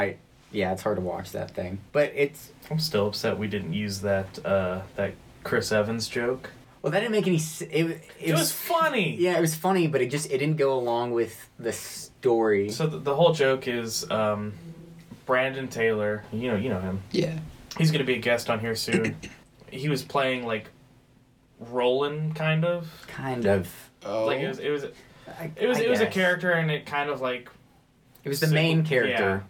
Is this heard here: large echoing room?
no